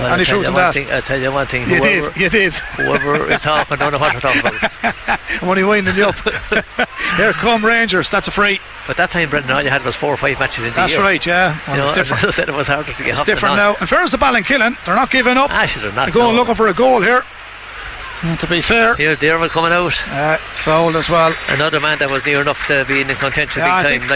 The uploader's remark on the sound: We were live in Netwatch Cullen Park